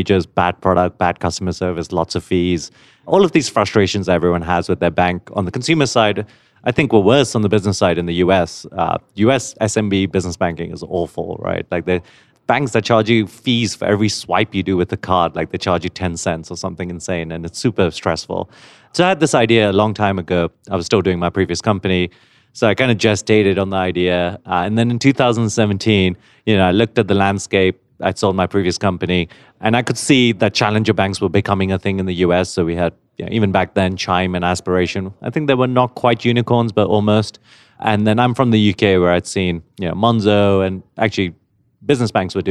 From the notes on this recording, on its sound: A special set of interviews from Money20/20 Las Vegas, one of the largest Fintech Conferences in the world. We spent a long time looking for a quiet space to record our episode, and when the only available area was an empty corner with no chairs or tables.